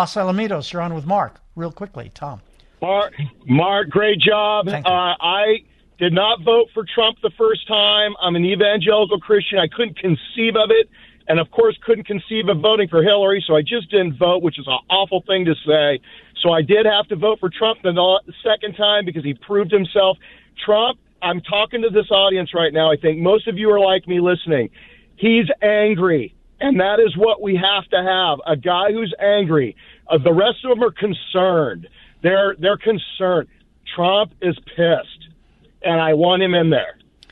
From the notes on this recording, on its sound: We open the phone lines to hear from you!